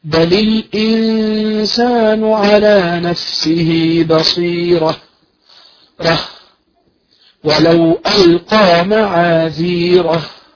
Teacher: ولو ألقى معاذيرة، إذا لابد أن تنطق الهاء، التاء المربوطة عندما نقف عليها، تمام؟ نقف بالهاء الساكنة